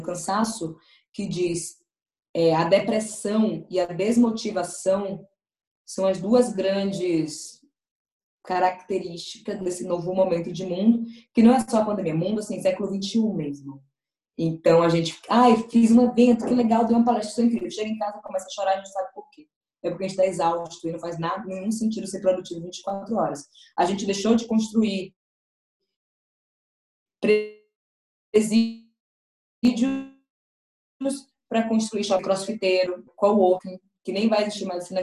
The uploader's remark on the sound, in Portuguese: durante o Ciranda MEJ Online, realizado no dia 23/05/20